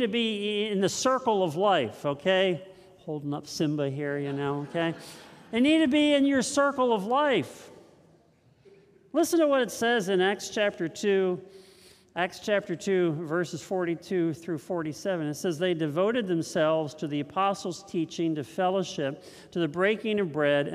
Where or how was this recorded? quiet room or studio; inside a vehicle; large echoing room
large echoing room